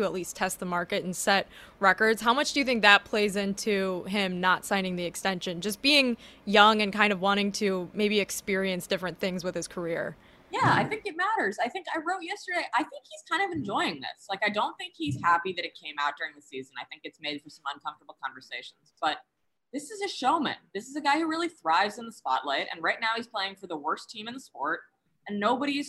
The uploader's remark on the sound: Live from MLB All-Star Week. Joins the show from Los Angeles.